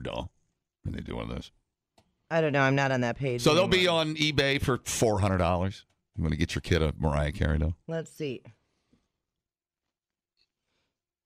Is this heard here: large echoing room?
no